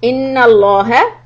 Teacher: noon has a shadda, just regular gunna. Allah, heavy sound, right?